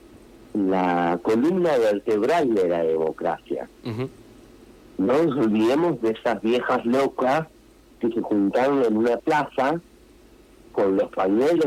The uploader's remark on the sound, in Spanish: Vía entrevista telefónica